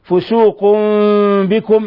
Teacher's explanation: حركتين، فسوق بكم، إقلاب لوقوع الباء بعد التنوين بعد تنوين الضم، فتخفى يخفى التنوين عند الباء ميما مخفى